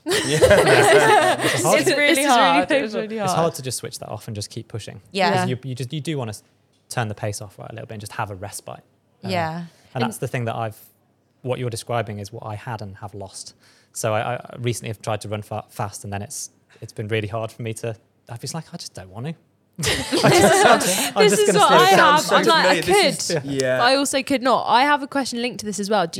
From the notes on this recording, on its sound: live at the Puma Run Club